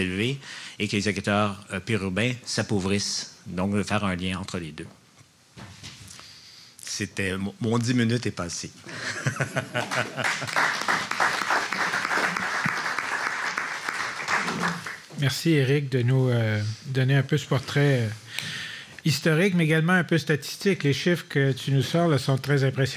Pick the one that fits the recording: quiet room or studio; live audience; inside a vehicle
live audience